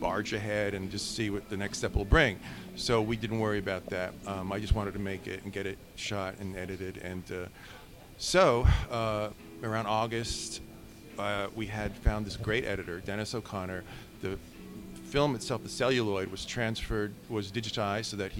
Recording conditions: busy venue